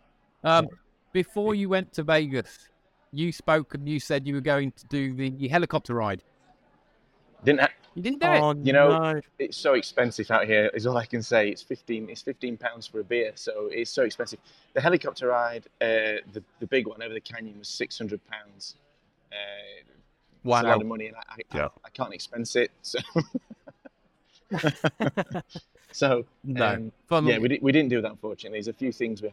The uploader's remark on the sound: Live in Vegas...ish! We'll be going live at ServiceNow Knoweldge 23 event in Vegas.